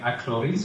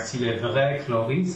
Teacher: I think it sounds more refined if you sing à Cloris, for instance, if you're going to roll your R. And if you're going to use the Ulle R, si le vrai Cloris, it just sounds a little bit too casual to my ears. · Term: rolled R